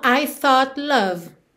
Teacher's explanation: Eu aproveito que a língua já tá no céu da boca pro T e já desço pro L.